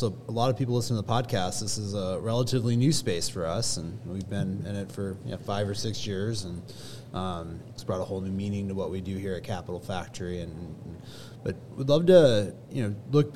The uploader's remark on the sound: The episode was recorded at Capital Factory's Fed Supernova in August of 2023. The episode was recorded at Capital Factory's Fed Supernova in August of 2023.